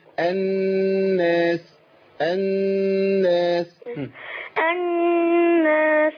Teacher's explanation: أي نون عليها شدة وفتحة شدة وكسرة شدة وضمة هقف عليها شويه بغنه اركب غنه من الانف